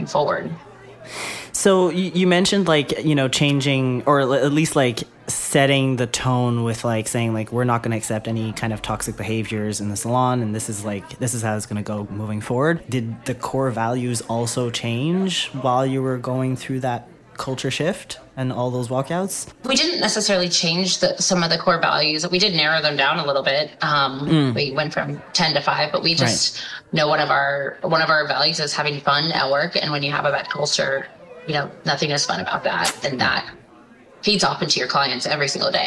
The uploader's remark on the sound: Live From Strategies TBX23